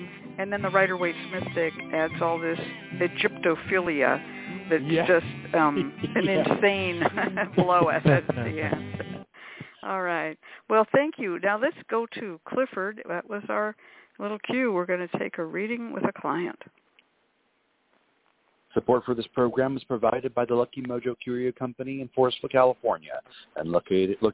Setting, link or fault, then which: link, phone line